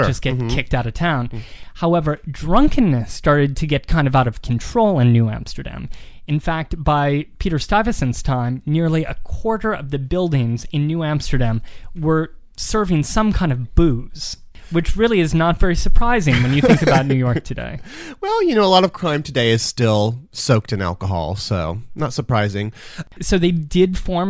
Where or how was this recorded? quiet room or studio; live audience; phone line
quiet room or studio